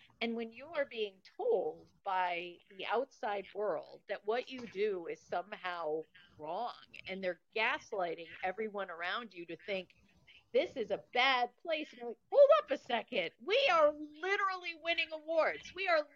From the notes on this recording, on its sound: This episode had some challenging connectivity. Thank you for your grace with the audio quality.